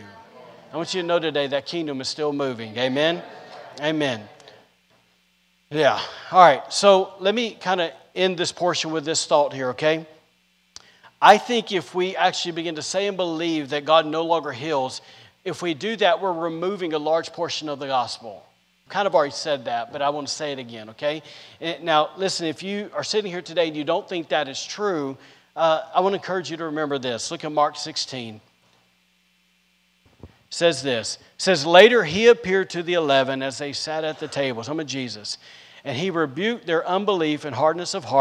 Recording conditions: large echoing room